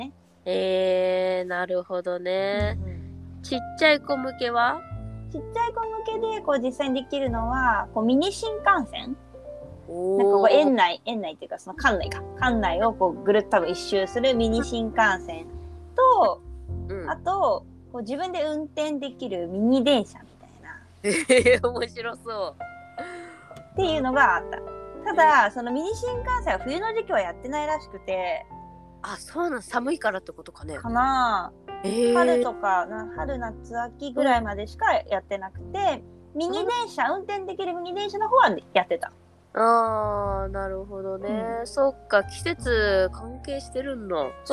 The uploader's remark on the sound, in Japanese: このラジオはリモートで収録しています。電波が悪い場合、会話がズレることがあります。聞きづらいかと思いますがご了承ください。